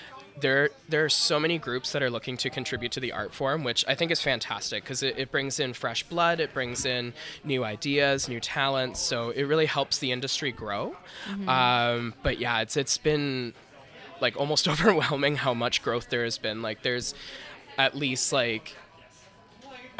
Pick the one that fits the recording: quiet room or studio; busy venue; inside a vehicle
busy venue